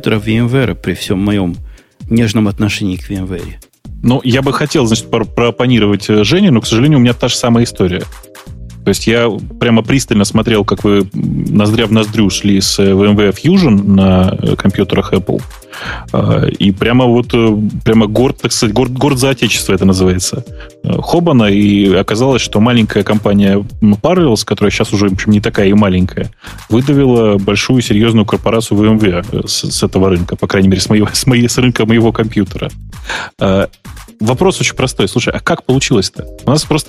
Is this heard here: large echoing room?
no